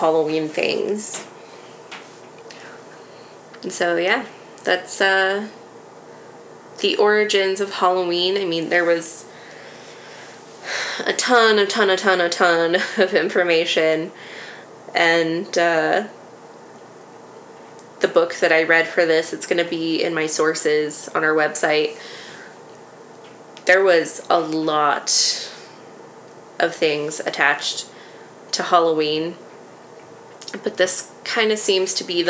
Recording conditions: sounds in the background